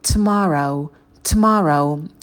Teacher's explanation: И в конце у нас дифтонг эу. Произносим его четко.